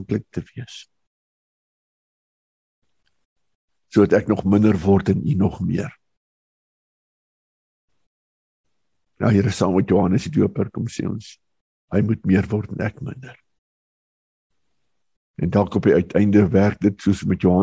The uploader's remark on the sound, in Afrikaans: Manne van die Woord Digitaal Zoom Byeenkoms 20 Januarie 2022.